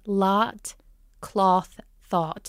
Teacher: So in standard American, those three words would be lot, cloth, thought. So lot is one sound and cloth and thought is a little bit darker and farther back